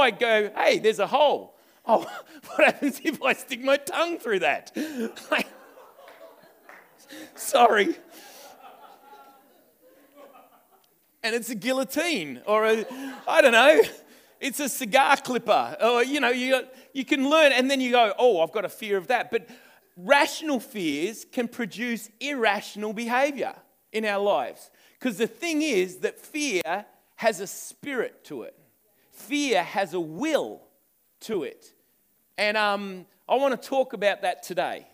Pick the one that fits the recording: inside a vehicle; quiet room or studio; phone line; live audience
live audience